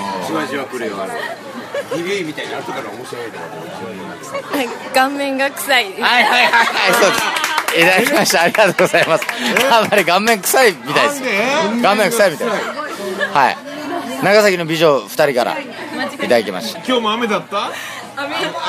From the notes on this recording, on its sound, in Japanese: 打ち上げ3件目の店で録音しろ録音しろと しつこくうるさいのでボイスﾚｺｰﾀﾞｰ起動。打ち上げ3件目の店で録音しろ録音しろと しつこくうるさいのでボイスﾚｺｰﾀﾞｰ起動。